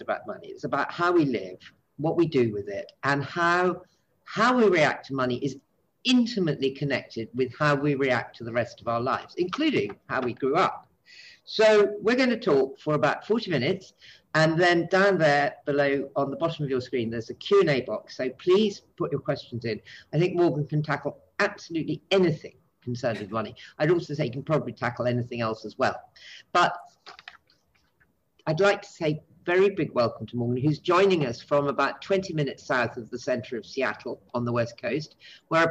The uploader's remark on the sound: This talk was recorded at the online 5x15 event